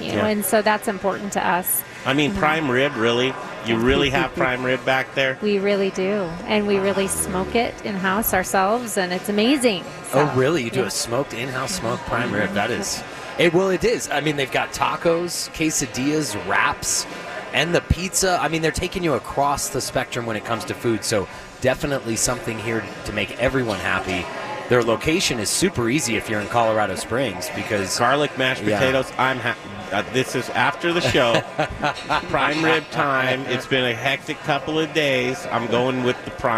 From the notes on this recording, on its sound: Live from Colorado Mountain Brewery in Colorado Springs!